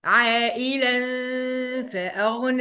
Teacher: عندي نون ساكنة اللي هو التنوين، التنوين زي نون الساكنة بالظبط، وراها فاء، يبقى هنعمل ايه؟ هنعمل اخفاء حقيقي بغنة